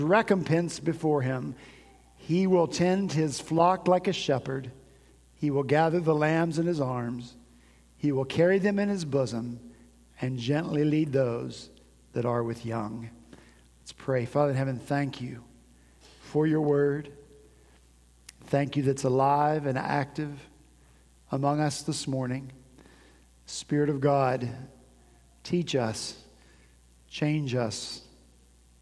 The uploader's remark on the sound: At Redeemer Presbyterian Church in Charleston, SC